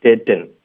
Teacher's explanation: 这里我们第一要把特的音省略